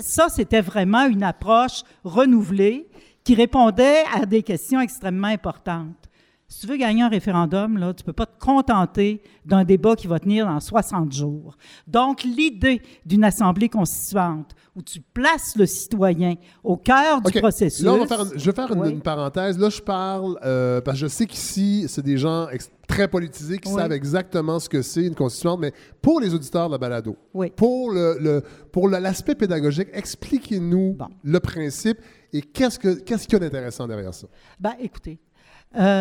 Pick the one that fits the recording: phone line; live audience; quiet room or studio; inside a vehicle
live audience